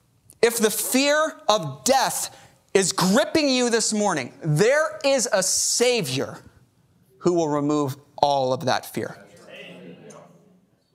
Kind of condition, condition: setting, large echoing room